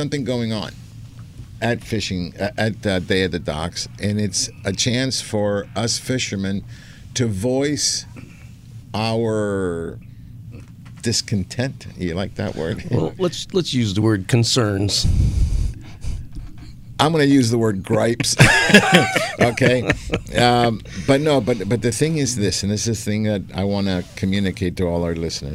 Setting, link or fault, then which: setting, busy venue